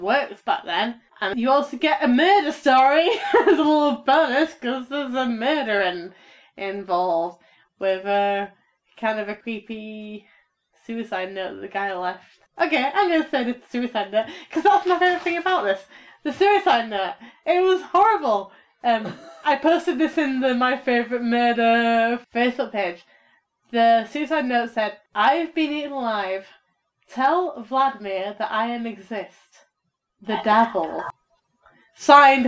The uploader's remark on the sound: audio is kind of sucky